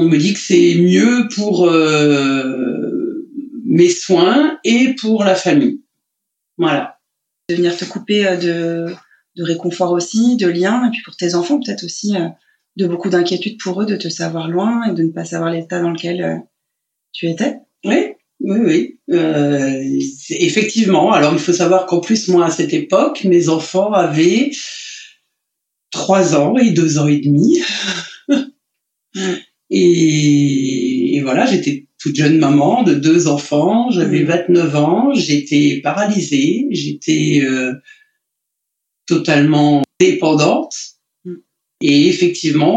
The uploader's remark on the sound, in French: Je tiens par avance à m’excuser pour la qualité audio de cet enregistrement. En effet, lors de celui-ci j’ai oublié de sélectionner le bon micro sur mon logiciel… C’est pourquoi aujourd’hui j’ai privilégié le témoignage qui m’avait le plus ému et touché malgré un son de mauvaise qualité.